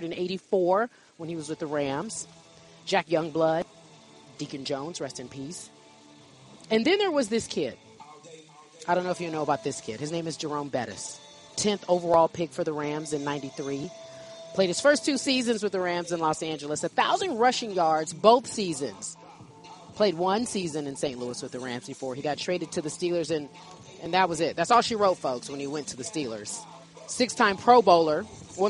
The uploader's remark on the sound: Live From Rams Camp.